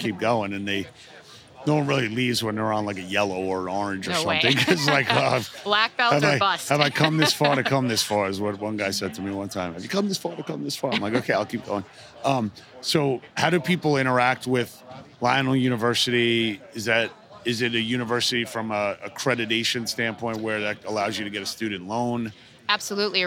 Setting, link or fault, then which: setting, busy venue